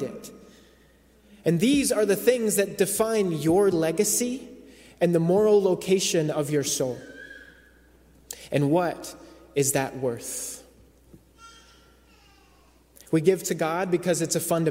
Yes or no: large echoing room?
yes